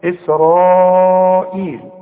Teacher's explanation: فإسرائيل لازم تمدها أربع حركات وتقول إسرائيل، خلاص. يا بني إسرائيل اذكروا، الذال لازم تطلع لسانك · Term: مد واجب